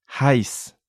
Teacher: we had a diphthong again consisting of an E and an I.